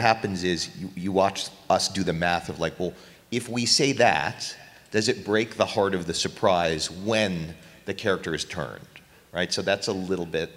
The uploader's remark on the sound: Star Trek Las Vegas Inside The Discovery Writer's Room Panel